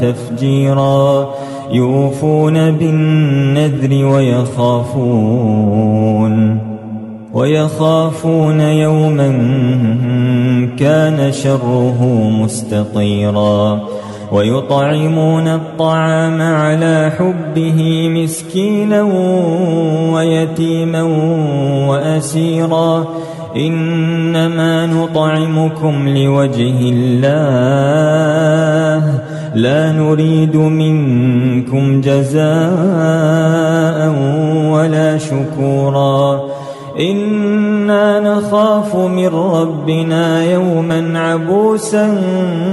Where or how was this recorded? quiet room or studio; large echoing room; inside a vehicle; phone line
large echoing room